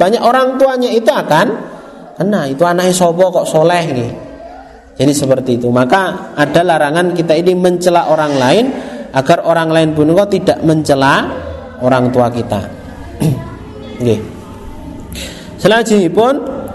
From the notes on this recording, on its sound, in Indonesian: Rekaman Kajian Majelis Pengajian Islam Kitab Riyadhus Shalihin. Di Masjid Al Hidayah Druwo, Sewon, Bantul rutin setiap hari Rabu selepas sholat magrib sampai dengan isya yang diselenggarakan oleh FKAM Yogyakarta dan Takmir Masjid Al Hidayah Druwo.